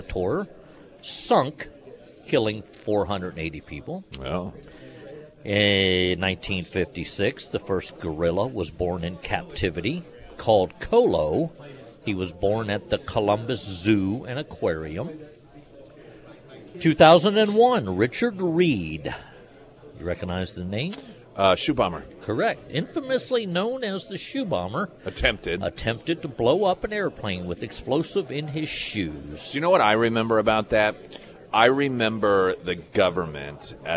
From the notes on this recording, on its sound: live at Scramblers Diner for the Friday Road Show